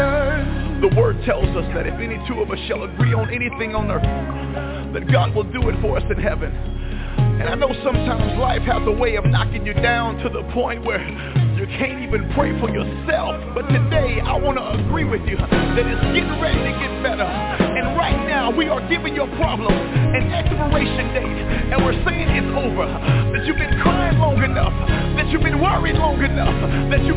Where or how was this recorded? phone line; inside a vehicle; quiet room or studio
phone line